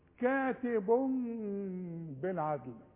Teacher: اقلب التنوين اللي هو كاتب لميم، واخف الميم بالشفايف وغنها